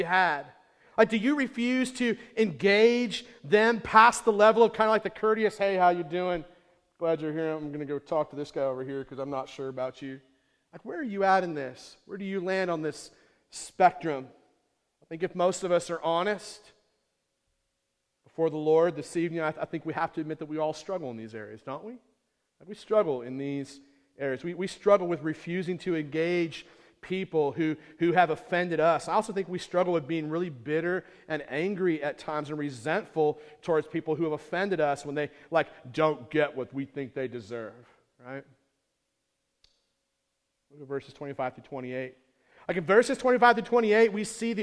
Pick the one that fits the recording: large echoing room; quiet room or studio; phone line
large echoing room